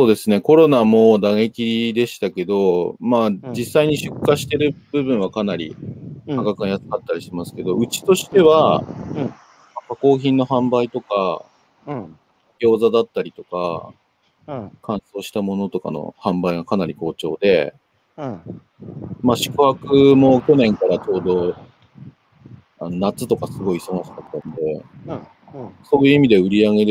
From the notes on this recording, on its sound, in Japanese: 歩きながら1時間、対談する